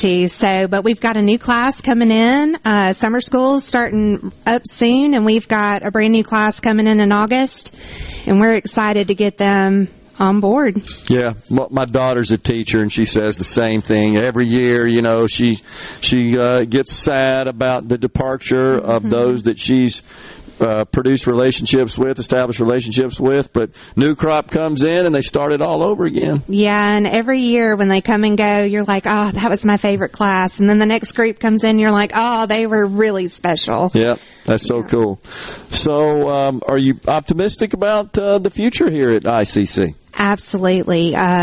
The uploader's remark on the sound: MidDays is LIVE from Itawamba Community College in Fulton as they celebrate their spring Graduation.